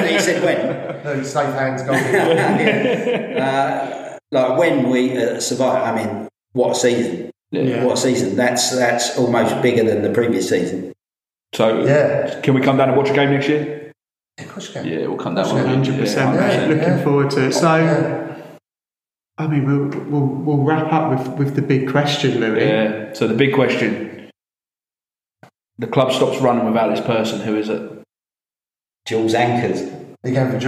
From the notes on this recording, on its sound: We also had sound issues for the first episode which have since been resolved in other recordings.